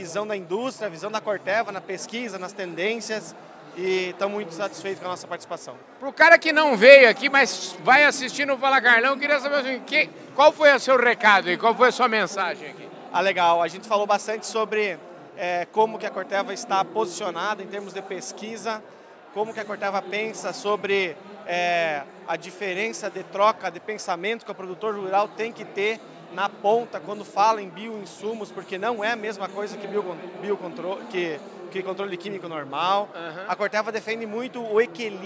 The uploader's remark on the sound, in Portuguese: Em prosa gravada no Primeiro Fórum Nacional de BioInsumos no Agro, realizado na FIESP, em parceria com Abisolo, CropLife e Sindiveg.